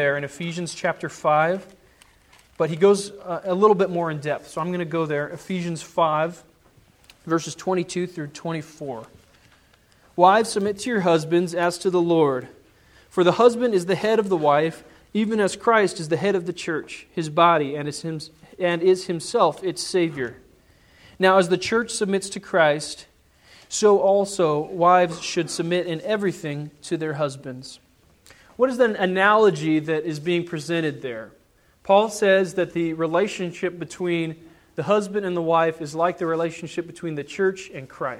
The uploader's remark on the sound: Sermon preached on Sunday, March 21, 2010 at the Church of the Good Shepherd in Glendora.